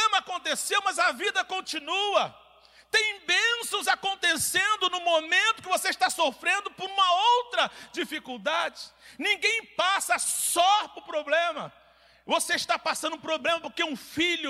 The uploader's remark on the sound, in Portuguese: CULTO - AO VIVO